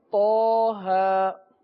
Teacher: طا اور ہا دونوں پر کھڑا زبر اس لیے ان کو ہم ایک الف تک کھینچ کے پڑھیں گے